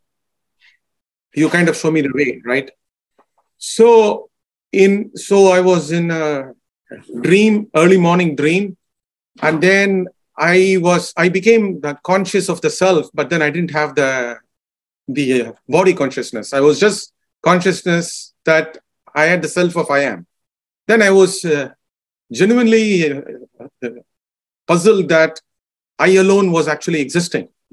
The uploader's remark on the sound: In a Zoom meeting with the San Diego Ramana Satsang